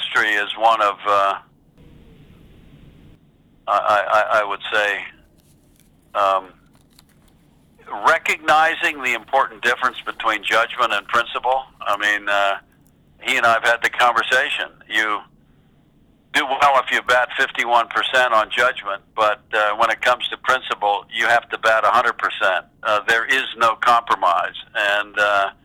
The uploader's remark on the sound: In this phone interview.